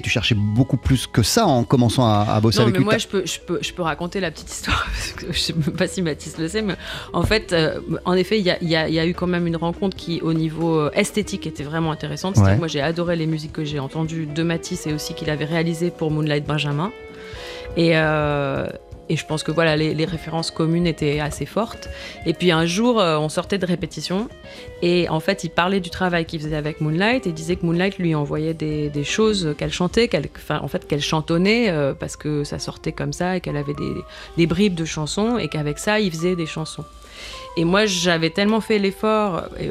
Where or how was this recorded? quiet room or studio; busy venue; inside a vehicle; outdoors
quiet room or studio